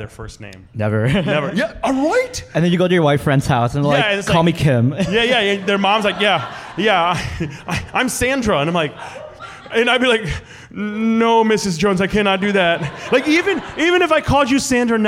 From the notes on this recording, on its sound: This episode is a recording of our September 19th live show, which was filmed at the Union Hmong Kitchen on Lake Street in partnership with SPAM.